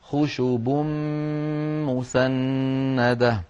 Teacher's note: خشوب مسندة، خشوب آخرها تنوين، خشوب مسندة أولها ميم، فقلب التنوين إلى ميم فالتقى في النطق ميمان، فأدغمت الميم الأولى في الميم الثانية فصار خشوب مسندة. · Term: الإدغام الكامل